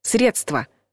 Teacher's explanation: Ударение падает на первый слог.